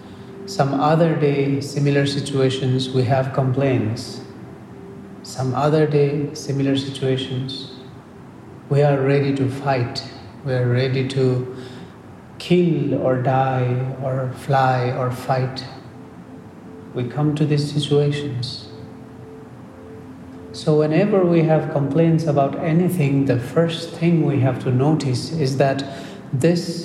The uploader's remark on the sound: This podcast is part of a meditation session given in Tallinn, Estonia. Recorded at a Meditation Meet.